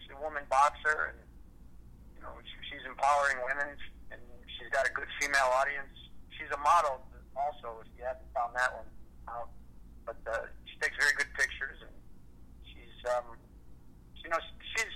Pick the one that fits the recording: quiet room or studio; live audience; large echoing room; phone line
phone line